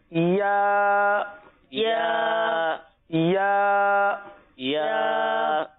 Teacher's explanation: زبان کا درمیان، صحیح ہے، اور تالو کا درمیان، تالو جو اوپر کا حصہ ہوتا ہے یہاں، یہ دونوں آپس میں ملیں گے